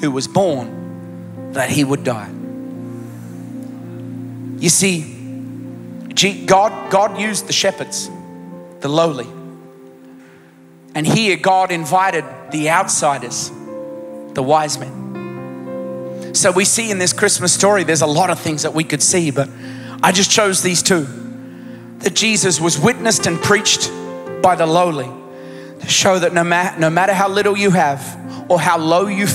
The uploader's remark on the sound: Recorded live at Planetshakers Church (Melbourne) on Sunday 17th of December 2023.